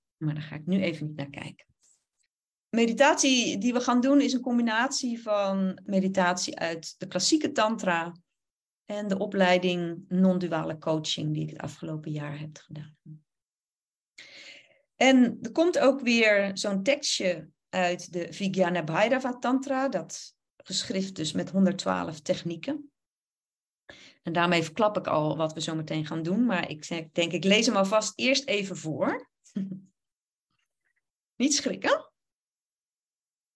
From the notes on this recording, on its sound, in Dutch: Opname van een webinar. Deze aflevering is een opname van het webinar. Je hoort enkele ervaringen van deelnemers.